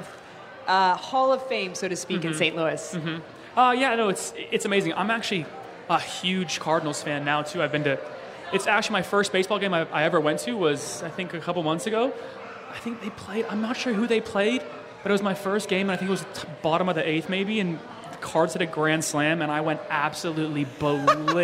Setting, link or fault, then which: setting, busy venue